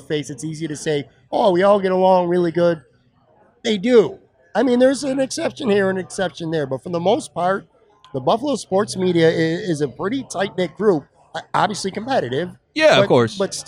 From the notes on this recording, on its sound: For some wings, beer and a conversation taped at Belt Line Brewery and Kitchen in downtown Buffalo.